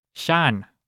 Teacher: a really thin sh sound, almost starting with a T